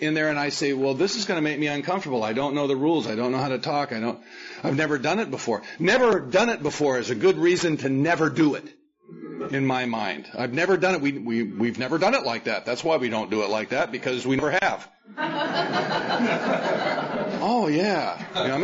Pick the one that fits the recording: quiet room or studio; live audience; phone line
live audience